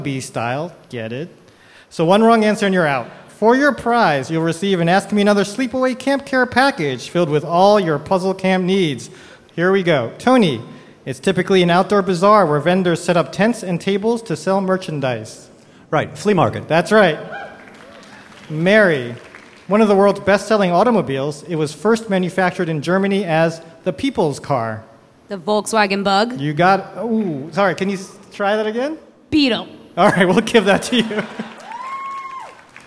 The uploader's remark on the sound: Live from Central Park's SummerStage Festival